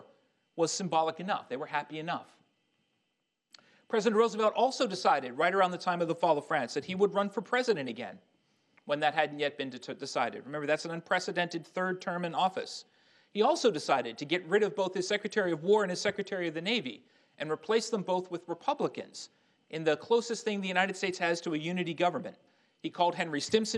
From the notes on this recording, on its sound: Army Heritage and Education Center in Carlisle, Pennsylvania, presented a lecture